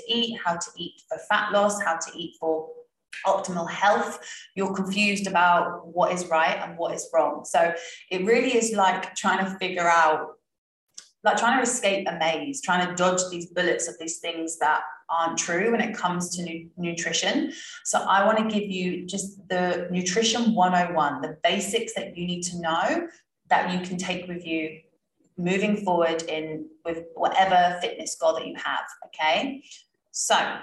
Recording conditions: video call